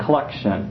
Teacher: And it's an extra short O sound, as in the word collection. When you say the word collection, you barely pronounce the O sound